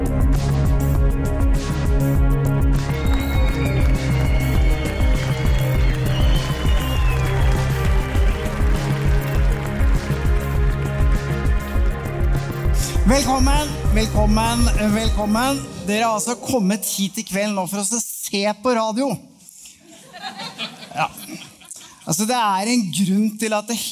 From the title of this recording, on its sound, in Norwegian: Påskeshow Live fra Rockefeller